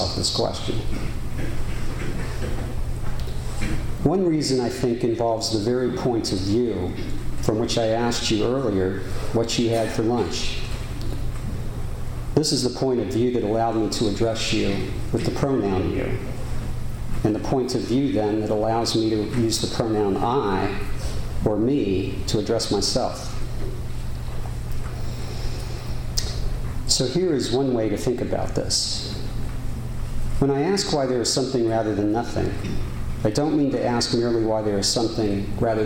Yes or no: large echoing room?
yes